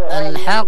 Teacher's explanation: الحق لأنه مشدد ونحن لما نقف عليه لابد أن نقلقله لكي نبين المشدد